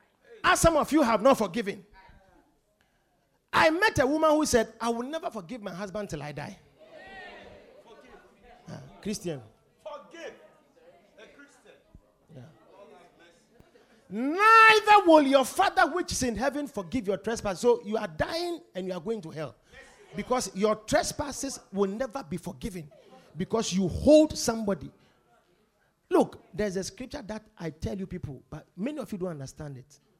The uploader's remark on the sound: Preached at The More Than You Can Carry Convention Day 3.